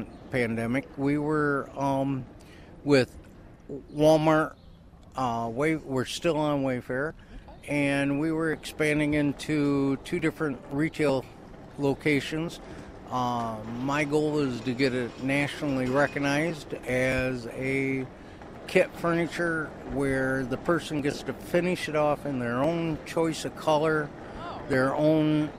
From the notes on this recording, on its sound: Live on the Mall - It’s Art on the Mall 2022. Battle traffic and the winds. On WKZO 590 AM and 106.5 FM in Kalamazoo, MI.